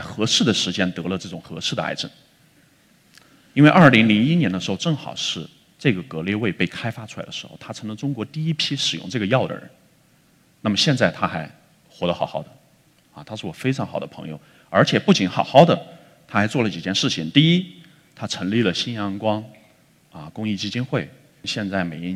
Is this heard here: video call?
no